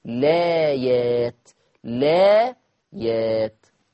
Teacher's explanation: طب لما ابدأ باللام في هذه الحالة مناش أثلث البدل، ودي قاعدة لازم نحفظها، لو بدأنا باللام مباشرة وحذفنا وشلنا همزة الوصل يبقى مناش إلا قصر البدل حركتين